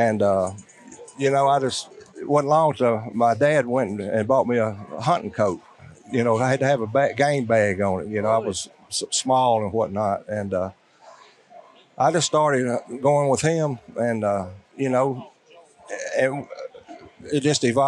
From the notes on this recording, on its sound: GONE TO THE DOGS AT THE UKC WINTER CLASSIC. This episode contains a collection of on-the-spot interviews with several of the events’ attendees that stopped by the Gone To The Dogs Podcast booth. Interviews conducted at the booth located at centerstage in the massive Batesville Civic Center. Surrounded by live sounds from the arena.